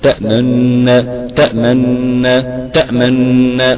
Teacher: اشمام هتضم في شفتيك وبعدين ترجع شفتيك بسرعه جدا في نفس الضم، تامن تامن تامن، تمام، كان تستعد وضع الضم وبعدين ترجع تاني.